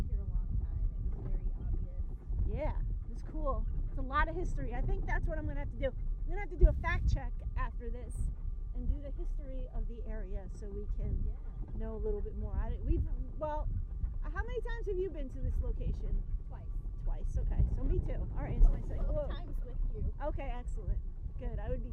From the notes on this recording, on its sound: record themselves while toodling around in a golf cart, trying to enjoy nature while avoiding an angry swan